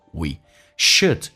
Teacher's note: We 可以弱化成短元音